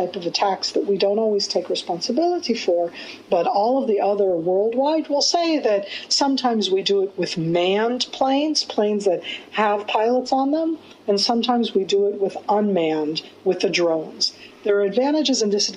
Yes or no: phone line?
no